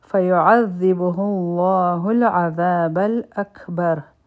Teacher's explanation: لامی جلاله به غټ وایو، عین به د حلق نه وایو، ذال به دوه حرکا را کاږو، په اکبر کې به په کاف باندې همس کو او را به غټ وایو.